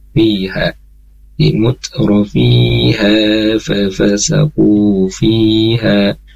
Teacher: Dan kemudian sama tadi yang fafasaku fiha, nah fi nya pun sama di sana ada ya sukun di depannya sebelumnya kasroh, di sana ada mad ya, untuk bi'i ya, panjangnya dua harokat